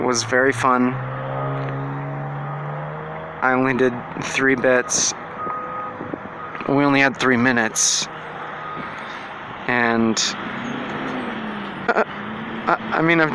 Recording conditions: outdoors